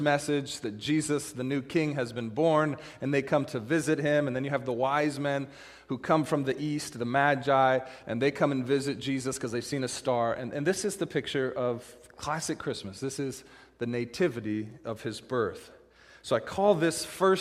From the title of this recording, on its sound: Christmas Eve Service - Audio